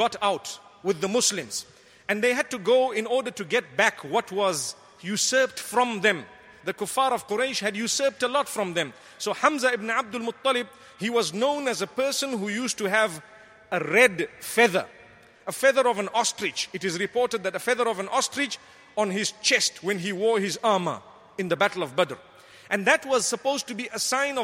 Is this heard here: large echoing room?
yes